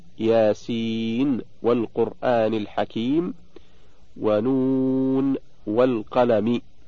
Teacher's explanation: إظهار النون عند الواو في كل من ياسين والقرآن الحكيم ونون والقلم